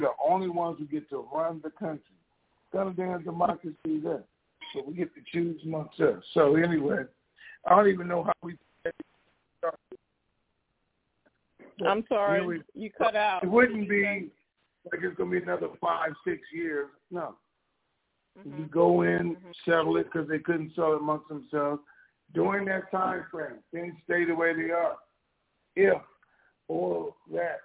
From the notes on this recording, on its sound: TNTSuperfantastic Conference Call - Wednesday, August 24, 2022